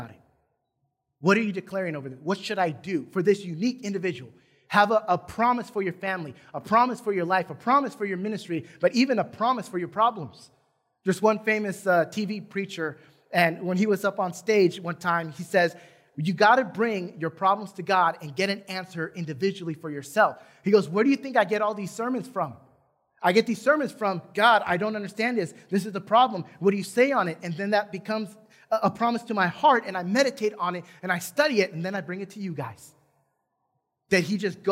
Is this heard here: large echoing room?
yes